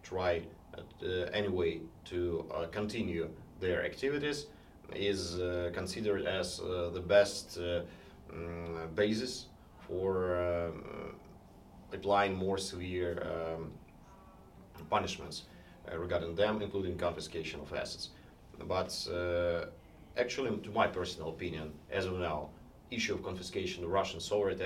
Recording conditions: busy venue